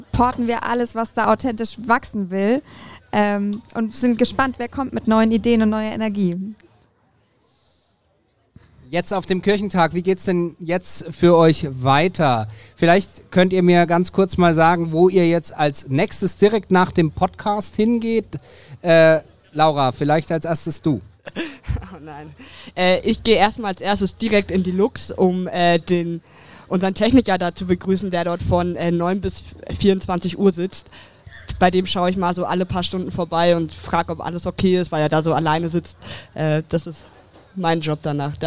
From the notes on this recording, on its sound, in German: Der Mitschnitt des ersten LIVE-Podcast, der auf dem evangelischen Kirchentag in Nürnberg 2023 aufgezeichnet wurde.